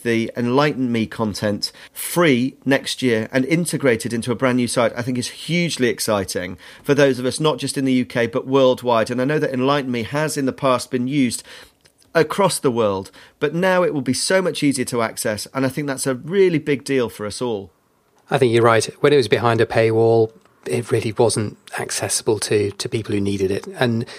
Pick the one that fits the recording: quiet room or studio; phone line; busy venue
quiet room or studio